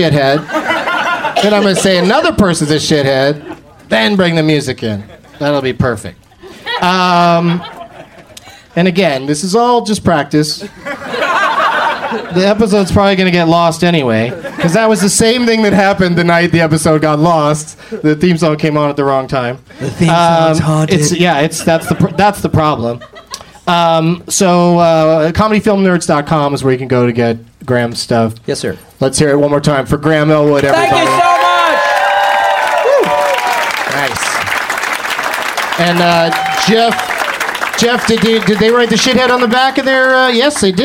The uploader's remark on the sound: Live from the Comedy Attic in Bloomington, Indiana